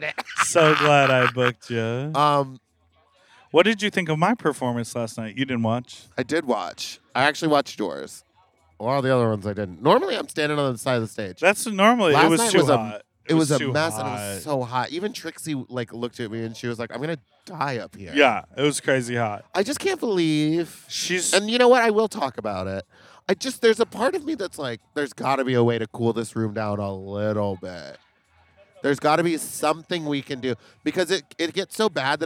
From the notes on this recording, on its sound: Sit in folding chairs in a parking lot in direct sunlight and record this show. Get ready for some shouting and screaming.